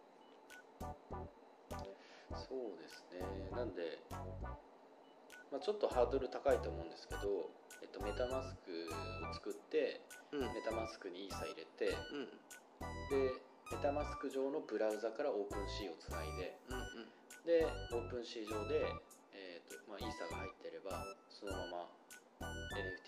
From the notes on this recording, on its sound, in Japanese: 今回録音機材が別で音声が少し聞きつらいかもしれません。